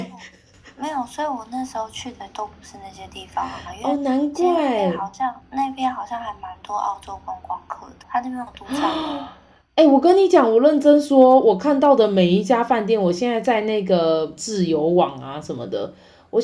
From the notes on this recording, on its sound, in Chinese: 我決定瞞著她打開手機錄音